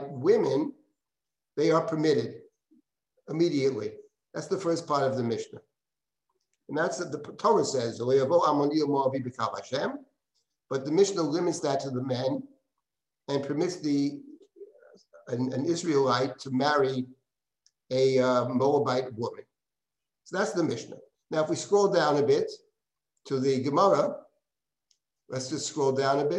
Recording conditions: video call